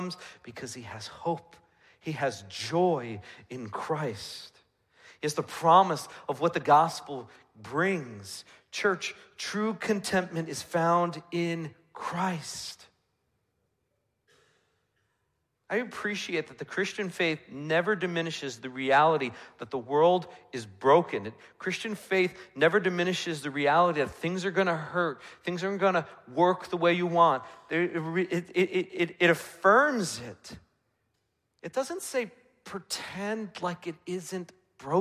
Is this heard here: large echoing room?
yes